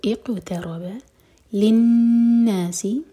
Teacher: نون پر غنہ اور دو حرکہ لمبا، مد طبعی